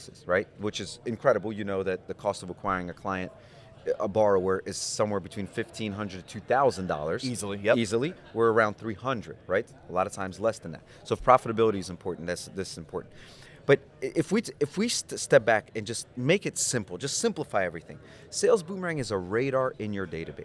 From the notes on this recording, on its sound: Recorded from the Annual Florida Mortgage Bankers Association Conference